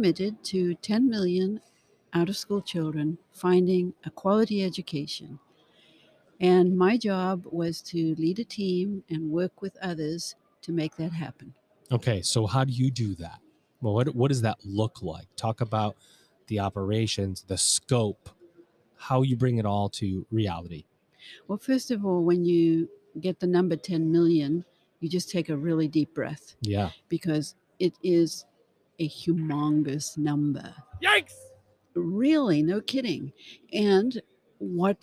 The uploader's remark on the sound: LIVE from the WISE Summit 2021. Recorded LIVE & in person from the 2021 World Innovation Summit for Education (WISE).